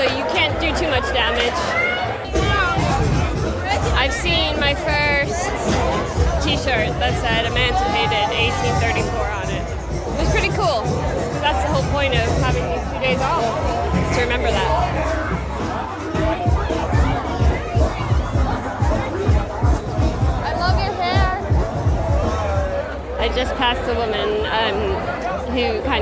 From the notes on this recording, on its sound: LIVE at Cupmatch in Bermuda. I bring you live to the colourful event that is cupmatch - Bermuda's biggest holiday and annual cricket match between teams at either end of the island.